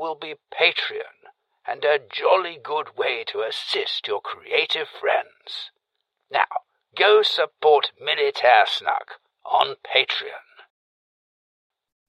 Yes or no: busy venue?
no